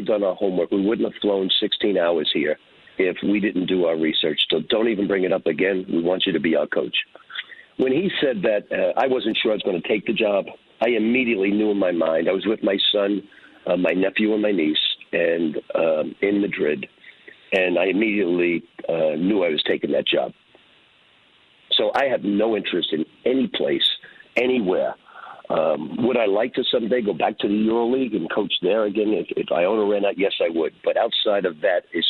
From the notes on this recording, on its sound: calls